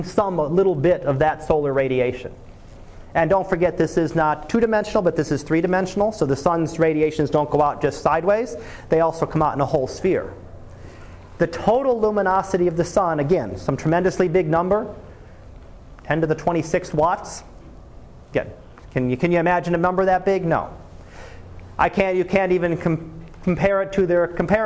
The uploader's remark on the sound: Live Class Lecture